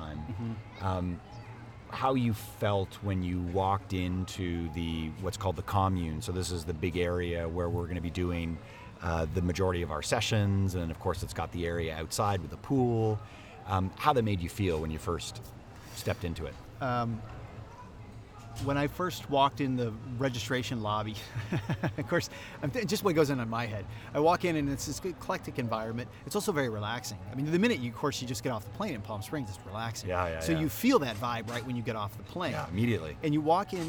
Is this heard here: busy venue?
yes